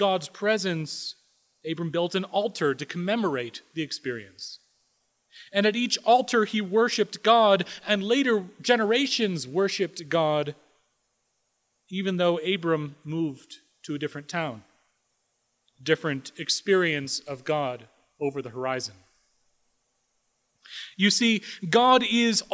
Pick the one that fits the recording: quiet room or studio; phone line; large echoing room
large echoing room